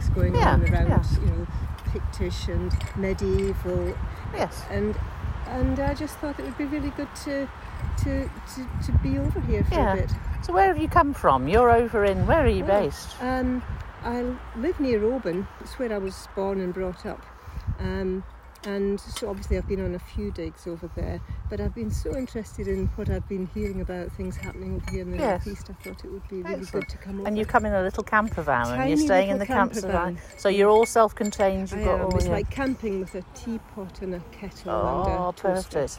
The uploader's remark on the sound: which was recorded ‘in the field’ at the dig site